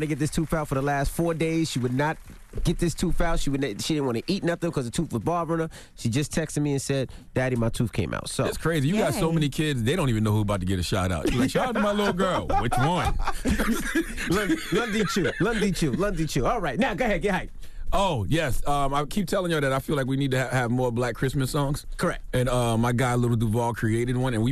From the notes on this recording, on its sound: we opened up the phone lines